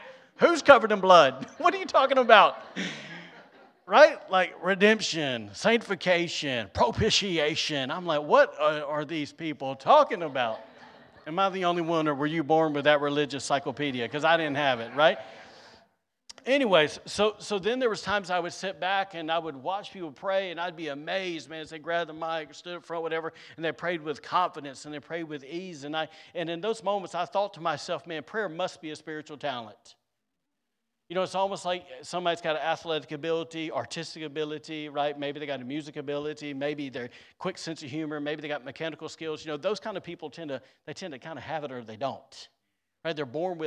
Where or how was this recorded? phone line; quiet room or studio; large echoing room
large echoing room